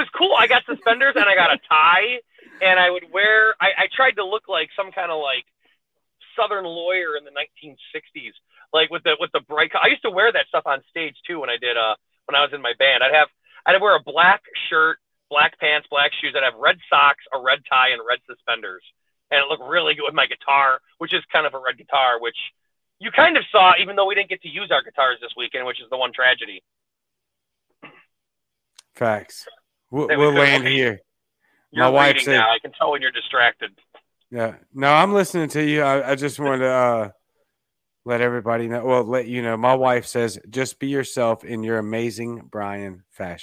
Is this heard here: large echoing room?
no